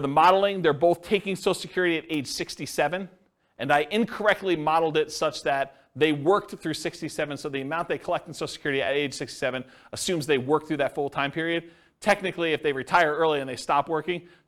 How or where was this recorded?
live audience